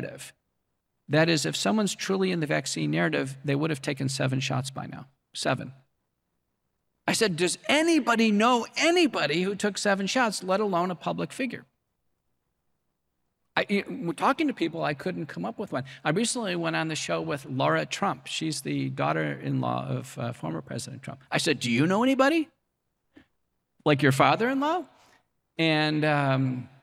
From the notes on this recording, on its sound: We're replaying a lecture.